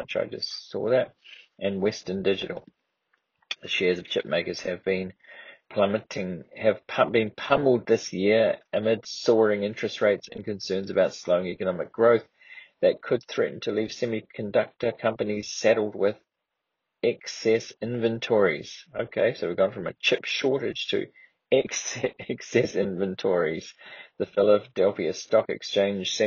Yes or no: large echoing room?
no